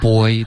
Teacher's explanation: Boy 发成了 by, OK 是要注意嘴唇的滑动。